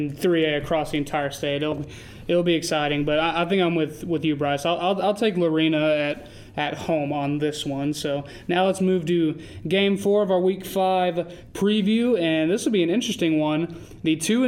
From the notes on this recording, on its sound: Live from the Texas Sports Hall of Fame (TSHOF) in Waco.